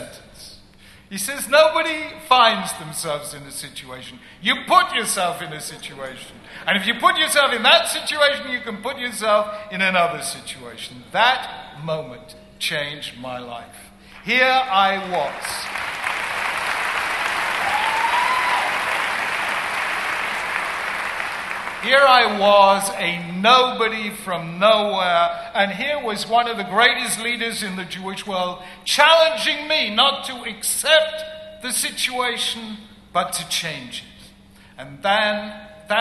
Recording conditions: live audience